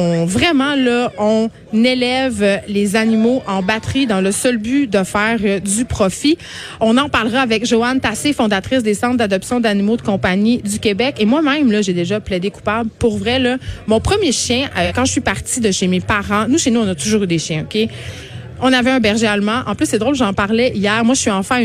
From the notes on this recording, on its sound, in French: En direct du Salon de l'auto de Montréal